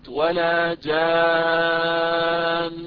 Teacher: لاحظوا حتى عند الوقف عليها طالما أنها ميم مشددة أو نون مشددة أقف عليها بغنة طويلة أو مستطالة، مع ملاحظة مثلا المد اللازم في كلمة ولا جان. لاحظوا أتيت بالمد اللازم ثم أتيت بالغنة المستطالة في كلمة جان اللي هي في النون، ووقفت عليها بمقدار حركتين أو أكثر، يعني في غنة مستطالة في النون أو الميم المشددتين حتى عند الوقف، حتى عند الوقف.